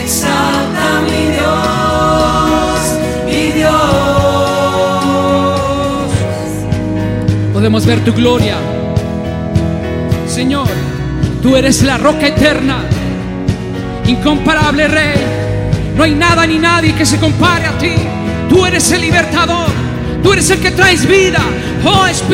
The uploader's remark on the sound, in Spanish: Grabada en Vivo durante el tiempo de Alabanza en la congregación El Manantial en el año 2018.